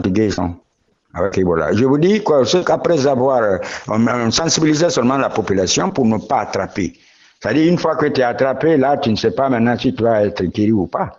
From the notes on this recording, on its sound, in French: Nous avons joint par téléphone en Guinée.